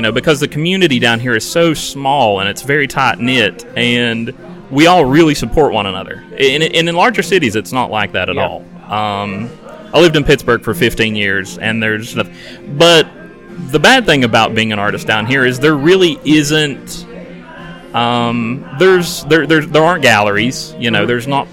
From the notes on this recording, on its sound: This week we recorded a special episode at the HeART of WV launch party in Williamson, WV.